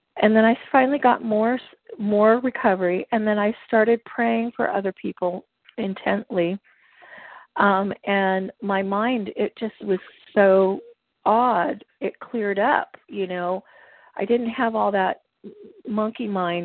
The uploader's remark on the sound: qualification from the 100 Pounders Phone Meeting